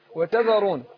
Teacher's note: بس رفق الزال شوية يقول وتذرون عشان ما تبقاش ضاء. ما قلش وتذرون.